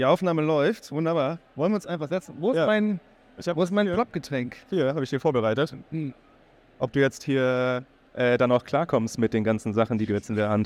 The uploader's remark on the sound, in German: Auf der Bühne bei der E-World. Danke an euch Alle, die mit uns auf der E-World live dabei wart.